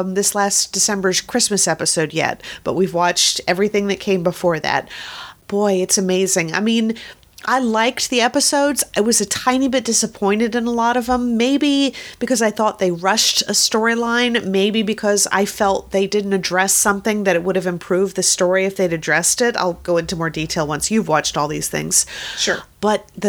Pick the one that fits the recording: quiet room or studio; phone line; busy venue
quiet room or studio